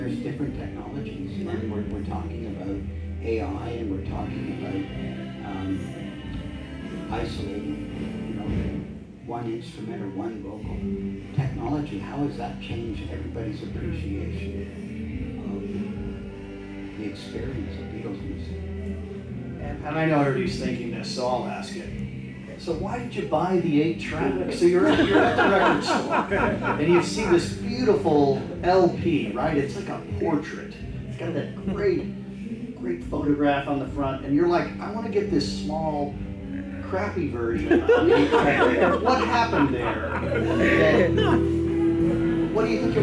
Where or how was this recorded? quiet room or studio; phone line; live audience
live audience